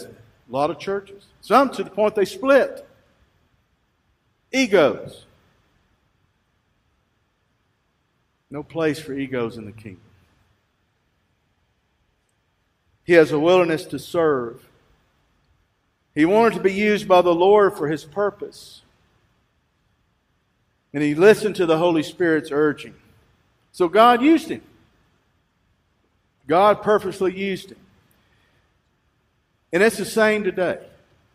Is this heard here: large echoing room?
yes